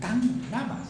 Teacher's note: Delante de una sonora inicial, por lo tanto, también delante vocal o semivocal, la sorda es reemplazada por la sonora correspondiente delante de una nasal inicial. La sorda o la sonora final se transforma en la nasal correspondiente.